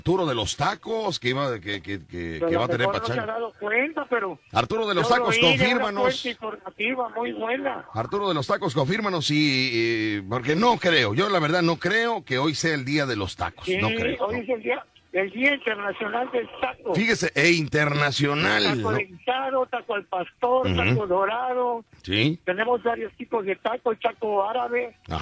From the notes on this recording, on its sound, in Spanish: En la Fiera Veracruz. Las llamadas del público que participan en el programa.